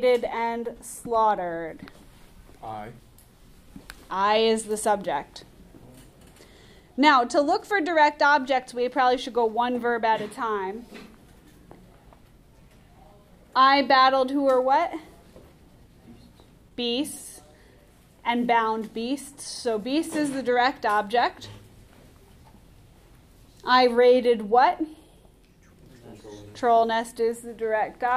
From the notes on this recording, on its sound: Recorded in class on 10/25/19. Audio unedited... Normally I cut the recording down but this time I'm letting it roll exactly as it happened in class.